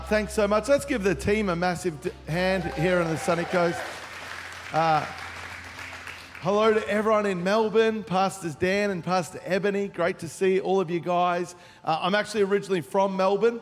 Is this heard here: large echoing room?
yes